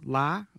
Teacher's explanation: if you say la with a high-rising tone, it just means leaf